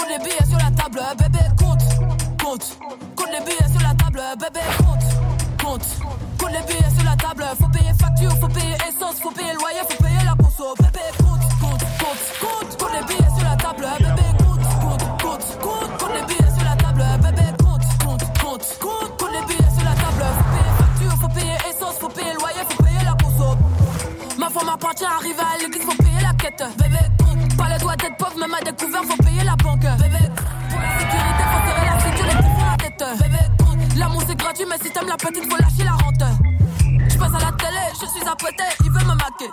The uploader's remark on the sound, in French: enregistrer notre émission en plein air et en public place de Vénétie